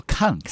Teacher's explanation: 前鼻音的读后鼻音，后鼻音的读前鼻音